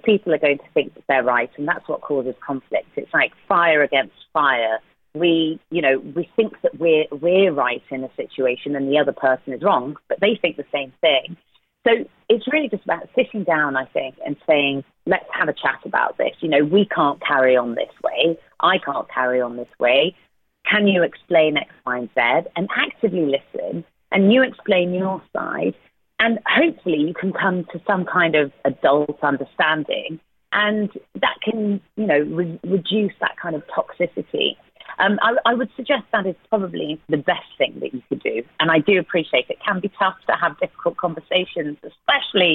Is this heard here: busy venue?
no